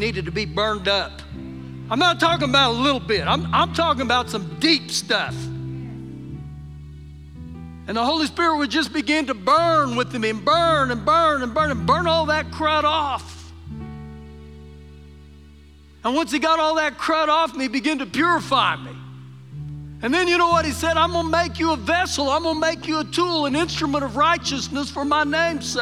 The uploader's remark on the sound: Recorded live during our Sunday morning service